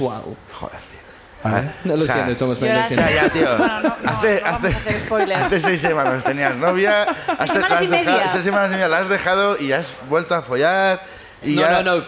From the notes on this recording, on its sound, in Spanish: El público también sube a contarnos